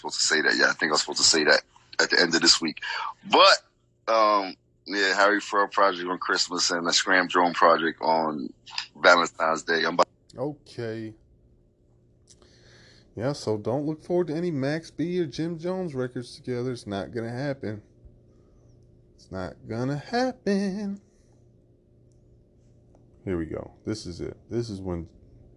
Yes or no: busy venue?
no